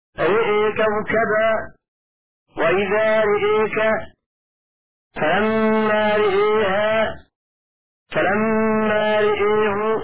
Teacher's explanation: بإمالة حرف راء التي قبل محرك